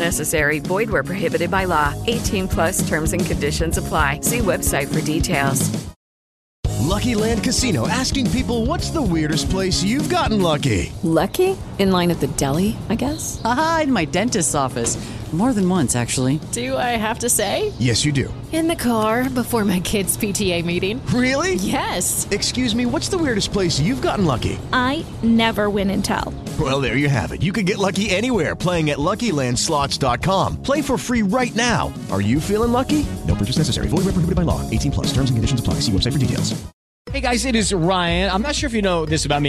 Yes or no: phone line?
yes